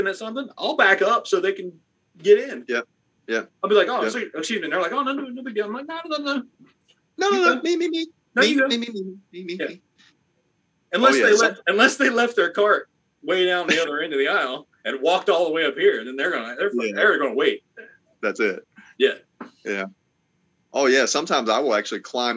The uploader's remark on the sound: Snow, Ice and That C-vid could not keep us away for another week! Well, it did but we came together via zoom to bring you a new episode full of dumb stuff.